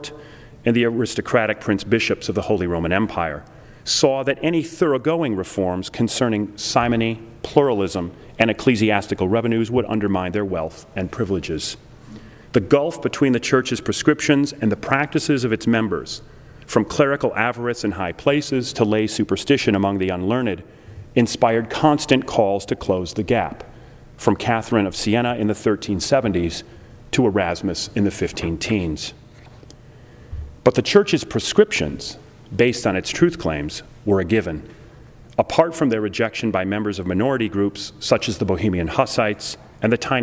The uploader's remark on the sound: delivered this lecture on October 6, 2009 at the University of Chicago's Swift Hall